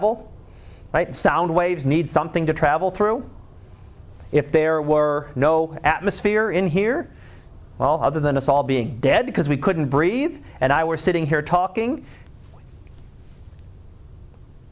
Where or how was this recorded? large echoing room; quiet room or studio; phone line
large echoing room